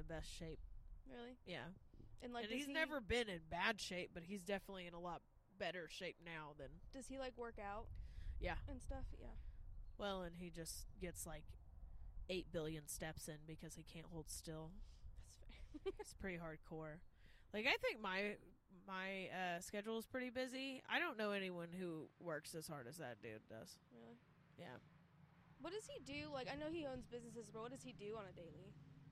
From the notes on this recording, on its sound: 60 degrees in February? We had to record outside.